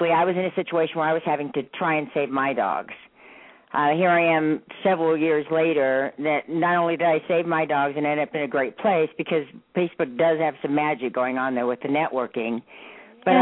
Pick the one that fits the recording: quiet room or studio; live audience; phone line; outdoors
phone line